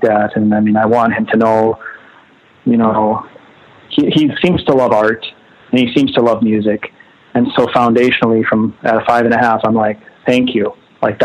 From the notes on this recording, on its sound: We hang out one afternoon on the phone